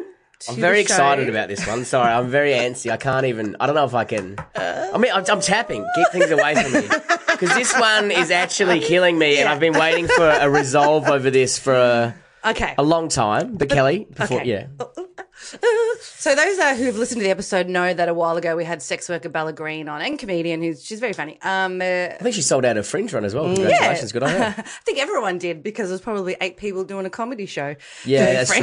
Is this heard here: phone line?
no